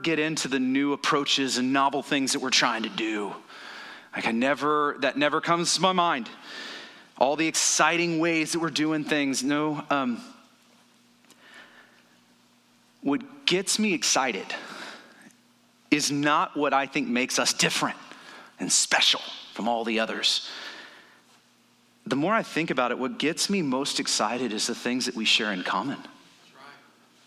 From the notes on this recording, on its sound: The following was recorded at Stone Oak Bible Church.